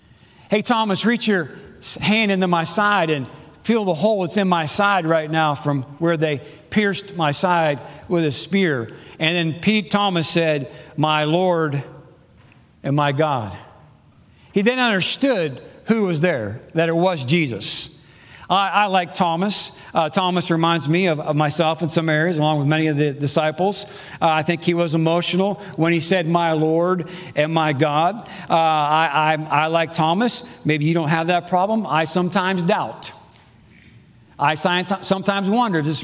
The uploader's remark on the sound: Preached Sunday June 12, 2022 in the AM service